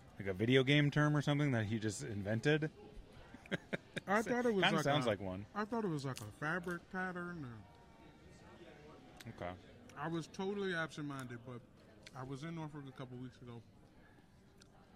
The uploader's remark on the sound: Live from the Netflix Quarterback Premiere